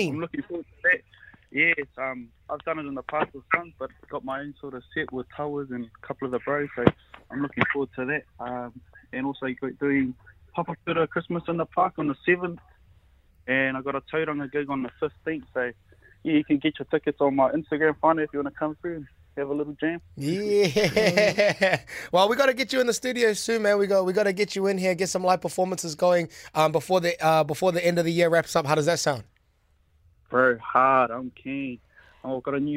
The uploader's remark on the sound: over the phone